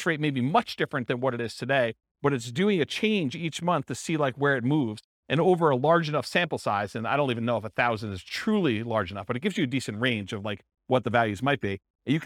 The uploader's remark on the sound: This was a live class recorded